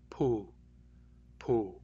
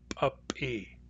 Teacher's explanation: The word for gun, pu, starts with a plain P, pu, pu. That plain P has plain phonation. That is, the vocal cords aren't doing anything special. · Shown in: first take · But glottalized P, as in puppy, which means ear, puppy, that is a glottalized or hard P.